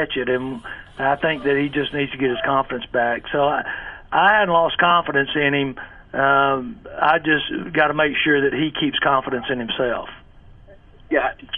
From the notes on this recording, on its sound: In Conference Call